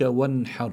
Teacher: لابد من إخراج النون من مخرجها من غير غنة. بيرجع بيجي عنا الراء، والراء هون ساكنة وسكونها أصلي. · Term: إظهار النون